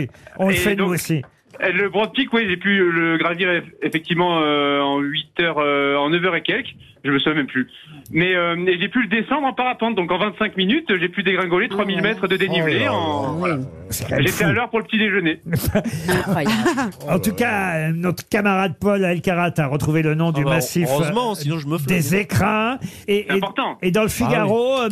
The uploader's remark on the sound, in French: au téléphone des Grosses Têtes ce 16 octobre